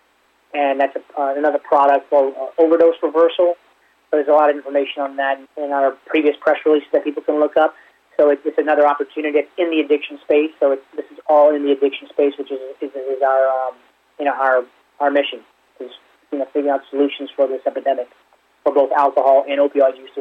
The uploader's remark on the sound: called in to SmallCapVoice